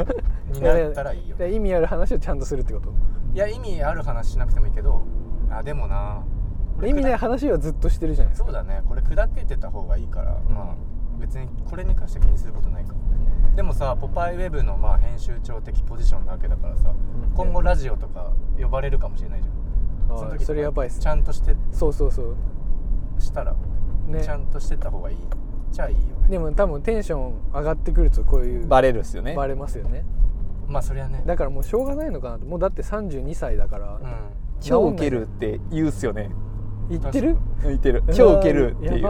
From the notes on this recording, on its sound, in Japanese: POPEYE Webチームが取材の移動中に録音した車中ミニトーク編。